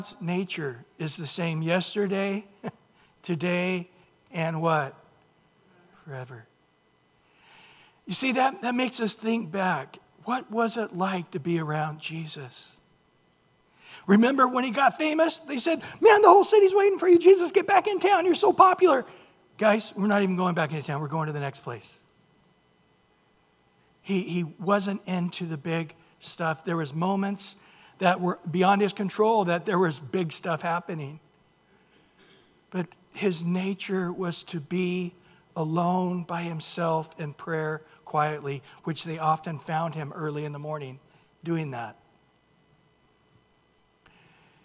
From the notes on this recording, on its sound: Recorded at Calvary Chapel of Los Alamitos on Aug 6 2023 on Sunday Morning Sermon.